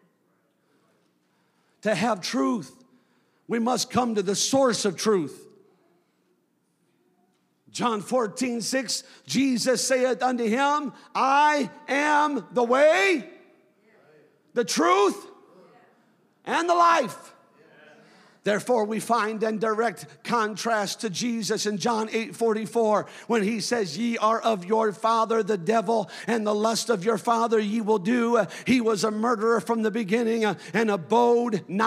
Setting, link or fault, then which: setting, large echoing room